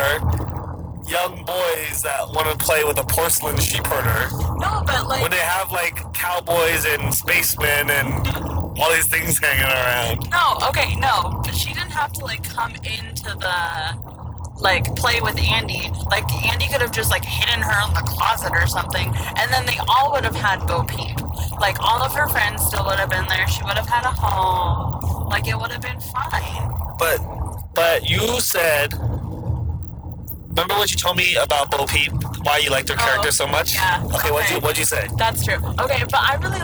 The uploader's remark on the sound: Recorded while driving on the freeway, so there's a ton of feedback in the first half of the episode, but levels out later on.